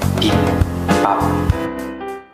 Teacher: The b and the bop, those aren't b's, those are p's. Those are the unspitty p's.